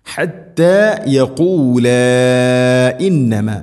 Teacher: മദ് മുൻഫസിൽ, 4-5 ഹർക്കത്തിൻ്റെ ഖദറിൽ നീട്ടാവുന്ന മദ്. യഖൂല ഇന്നമ ഇന്നമ നൂന്ന് ശദ്ദുണ്ട്, മണിക്കണം.